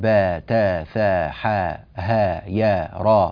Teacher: هذه الحروف تنطق في القرآن الكريم بلغة القصر، يعني من غير همز، تنطق من غير همز، فنقول با تا ثا حا ها يا را بهذه الطريقة، فالآن لم يعد هناك همز، فحا مد طبيعي مقداره حركتان.